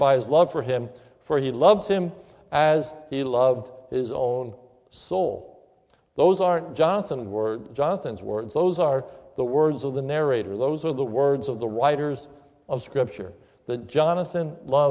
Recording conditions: large echoing room